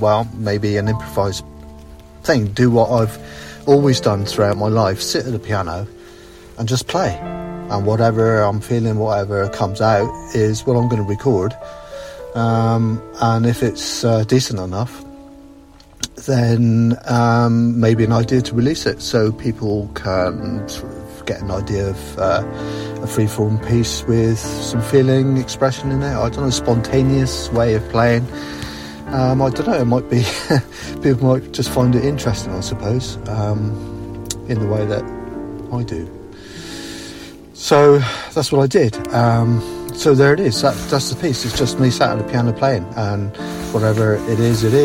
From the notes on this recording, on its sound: The podcast is a non scripted, rough, off the cuff recording, which is in keeping with my piano piece. Recorded after work, sat in my car, tired and jaded after working with challenging students all day (including jacket rustling).